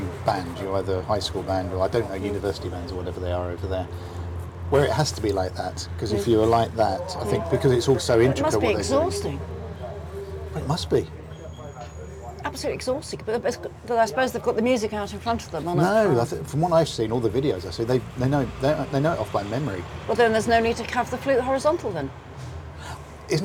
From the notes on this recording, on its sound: meet in a coffee shop in the seaside town of Hove